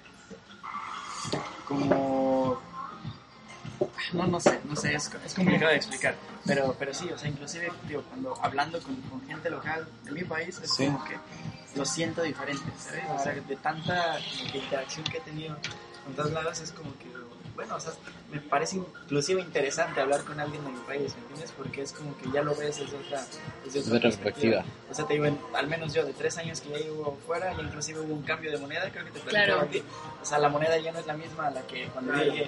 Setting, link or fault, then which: setting, busy venue